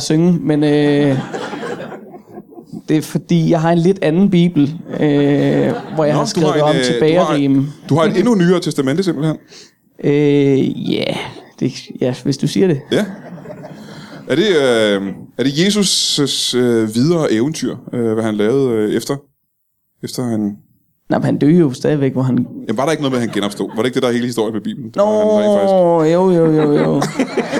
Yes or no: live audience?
yes